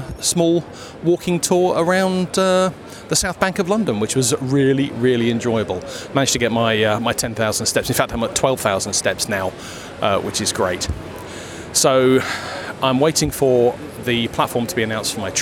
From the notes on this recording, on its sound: You join me as I journey down to London for work. Audio snippets from the bus stop, two railway stations, and home.